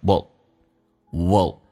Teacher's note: 如果加速不强调，有可能说成 W 加个 L 这个发音